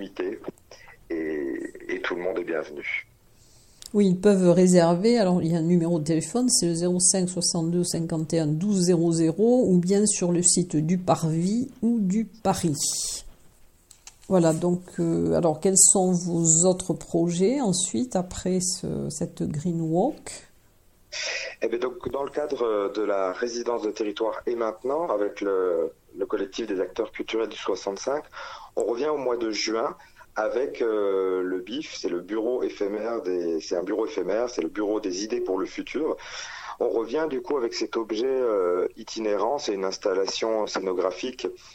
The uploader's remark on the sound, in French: Interview téléphonique